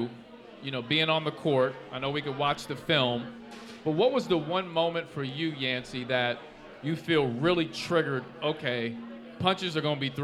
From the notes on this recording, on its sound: LIVE at Mio's.